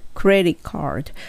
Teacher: なんですけれども、ここのところもクレディカード。t が落ちますね。クレディカードになりますね。クレ、クレディカこの d の時もそんなにドゥって音ではなくて、どっちかというと崩れて、クレディカード。ちょっとだけ当たるって感じですね